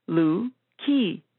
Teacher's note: The stress is on the second syllable, ki.